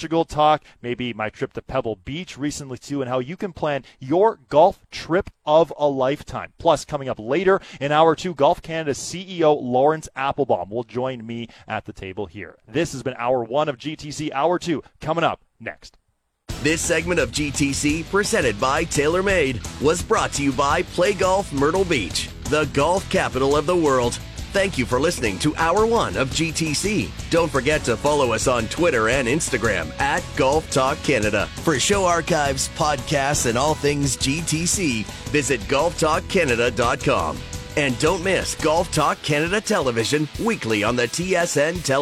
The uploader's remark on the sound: Today, we are live from the Rink Hole during the 1st round of the RBC Canadian Open!